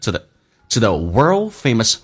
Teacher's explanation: Vienna is also home to the tothe 不被强调，我们刚刚有说 to 可以说成 to， the 可以不用咬舌直接发成 z 这个发音，这是一个弱化现象，当 to 跟 the 合在一起的时候变成 to the to the world famous Vienna BoysChoir。